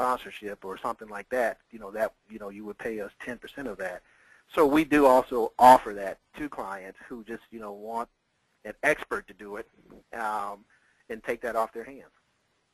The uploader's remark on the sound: Vintage Audio. This is part of an audio call I did.